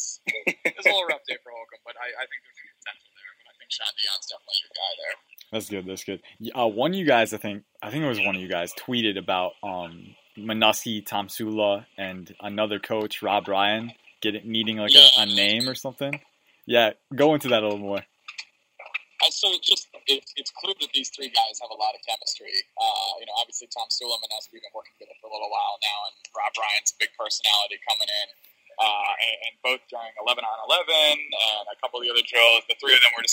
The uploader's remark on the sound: Live from day one of Redskins training camp. Called in from Redskins training camp, as spectators.